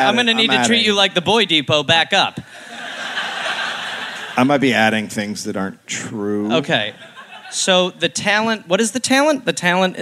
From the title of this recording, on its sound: Live in Adelaide